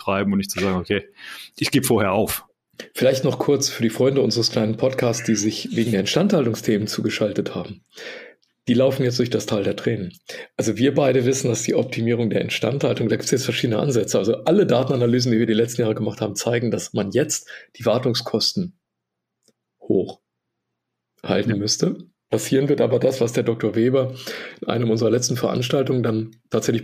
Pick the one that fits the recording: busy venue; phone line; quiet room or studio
quiet room or studio